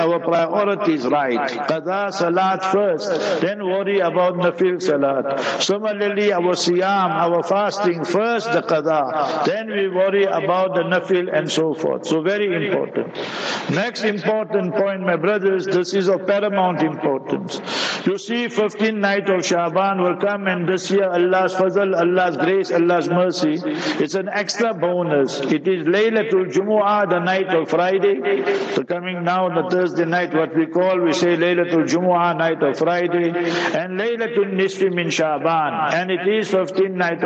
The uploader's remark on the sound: Jumah Lecture at Rainbow Masjid